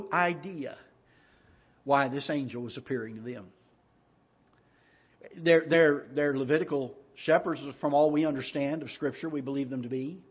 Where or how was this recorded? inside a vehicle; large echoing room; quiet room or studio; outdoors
large echoing room